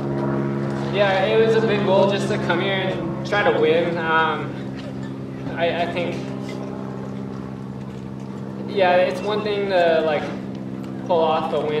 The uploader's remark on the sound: finish-line interview